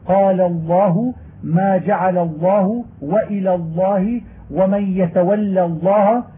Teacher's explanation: وجبت المحافظة على ترقيق اللام الأولى لئلا تفخم لأجل التفخيم الذي بعدها